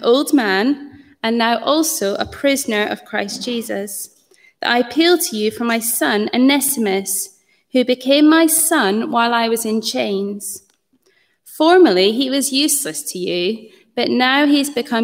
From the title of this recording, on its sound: Morning Service 13-09-20 (11.15am LIVE Stream)